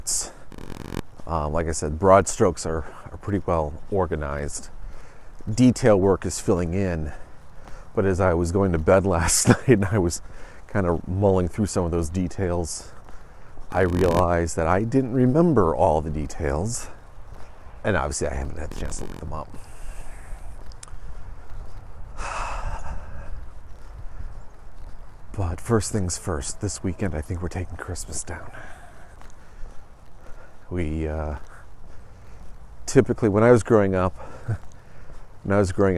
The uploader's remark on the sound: The Meander heads outside today.